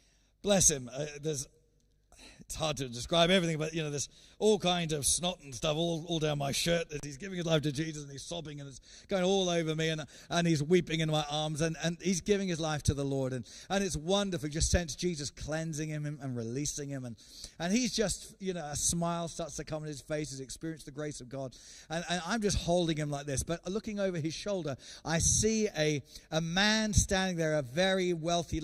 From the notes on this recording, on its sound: recorded Sunday 13 September 2020, 10:30am service.